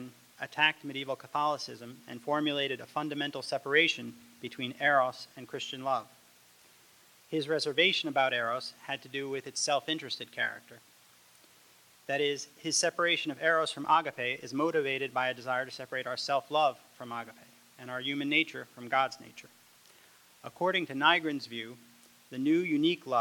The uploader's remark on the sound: Recording of a lecture delivered on December 2, 2011. As part of the Formal Lecture Series.